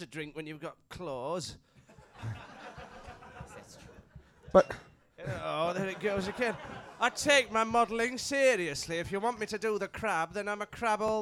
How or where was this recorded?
live audience